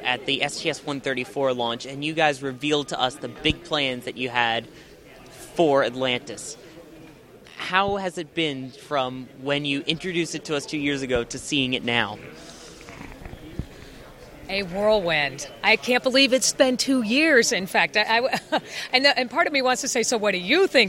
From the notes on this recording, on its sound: On top of walking you through the exhibit, we talk with the people who worked on the exhibit, designed it, organized it, and astronauts who flew on the shuttle. You'll hear what the grand opening sounded like and what the exhibit sounds like, including the grand Atlantis reveal.